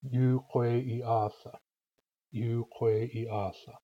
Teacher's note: Long, long, short, long, short. Long, long, short, long, short.